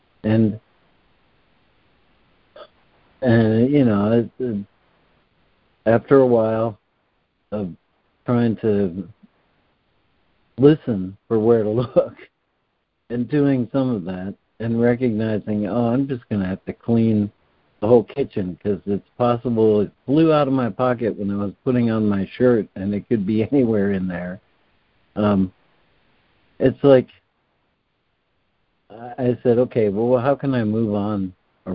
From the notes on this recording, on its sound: ACIM Daily Conference Call